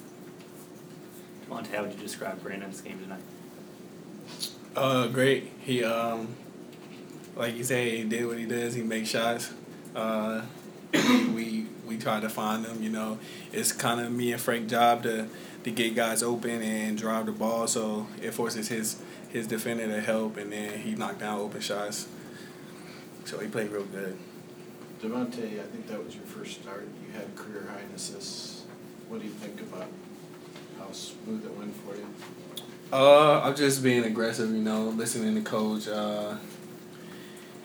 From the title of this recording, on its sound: Press Conferences & Post-Game Interviews